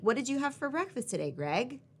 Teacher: when we end on a question, our pitch will naturally rise.